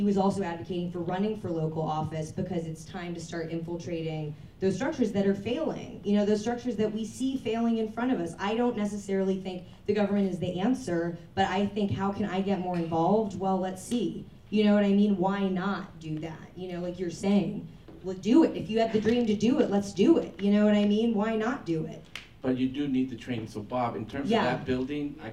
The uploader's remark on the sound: Real Talk/KipTalk is a serial live talk show.